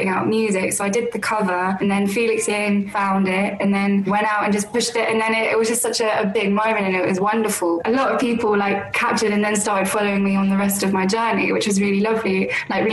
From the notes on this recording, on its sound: over Zoom